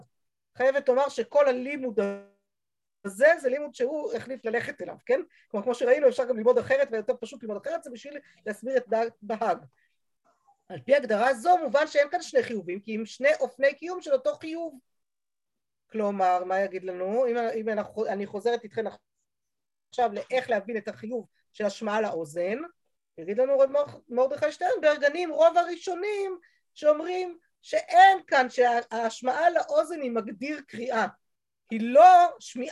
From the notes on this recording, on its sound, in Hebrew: השיעור הועבר והוקלט בזום